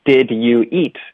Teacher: 我们就会直接把 did 给弱读成一个的的音